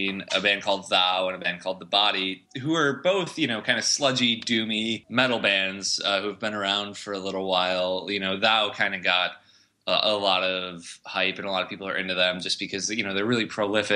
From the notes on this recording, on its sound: over the phone